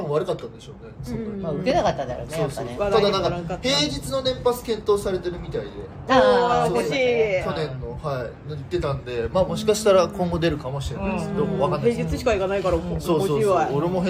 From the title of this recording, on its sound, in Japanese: まんぷく食堂からゲリラライブ